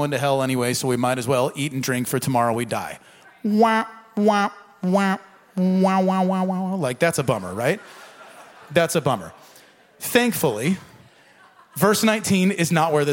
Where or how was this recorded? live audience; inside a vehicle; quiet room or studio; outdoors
live audience